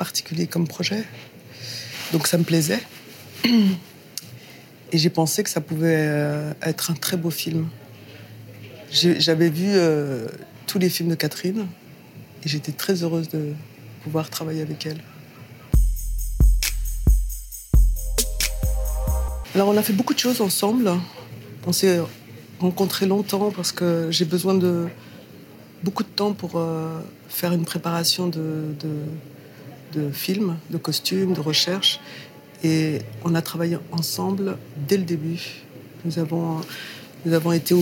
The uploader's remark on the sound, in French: Lors du 76ème Festival de Cannes.